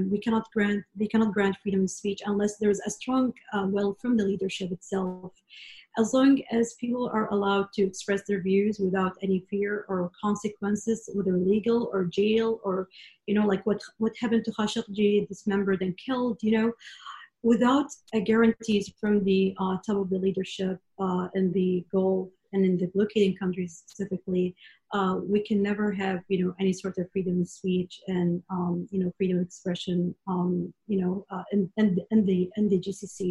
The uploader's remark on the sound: The recorded live webinar from 11 June